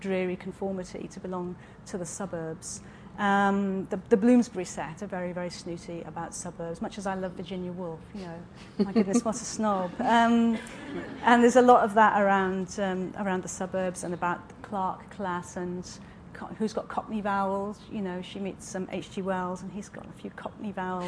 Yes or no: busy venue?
yes